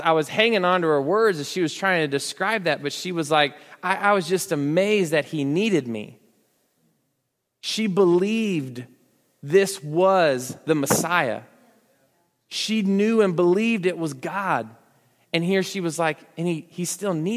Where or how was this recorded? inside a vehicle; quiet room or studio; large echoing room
large echoing room